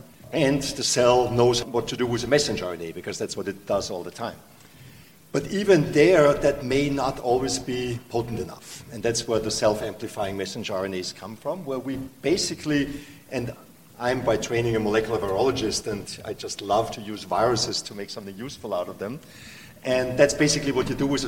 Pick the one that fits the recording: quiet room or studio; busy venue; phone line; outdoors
busy venue